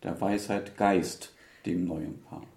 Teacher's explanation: in the case of the word Geist, we want to hear the separation between Geist and dem, because we want to understand the word Geist.